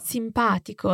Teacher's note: So if we divide this adjective in syllables, the stress is on pa. Simpatico. So the stress is not on the second to last syllable.